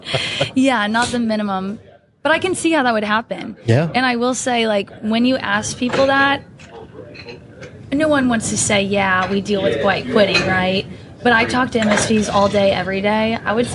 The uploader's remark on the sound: Live from ASCII Edge